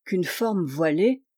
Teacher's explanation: Si ce couplet était mis en prose, il serait dit beaucoup plus vite, sans tenir compte des e muets. On dirait qu'une forme voilée, presque en un seul mot.